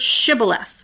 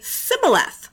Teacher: Everyone was expected to say a word that had the sh sound in it. But in the Ephraimite accent, they didn't say the sh sound · Shown in: second take